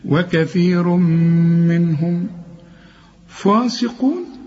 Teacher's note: وكثير تنوين وبعد ميم برضو ادغم، وكثير منهم فاسقون، هم فاسقون، القاف ثالث درجة في درجات التفخيم، إنما السين مرققة قوي، فاسقون.